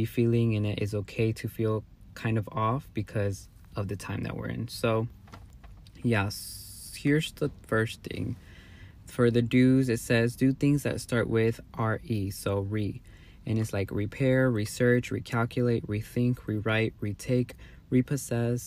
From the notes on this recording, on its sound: Take myself out to get boba & record this episode in my car. It was definitely a vibe sipping boba & talking in my car while I watched the sun set.